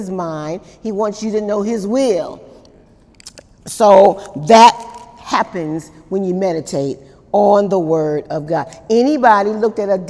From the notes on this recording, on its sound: During Wednesday night service on May 9, 2018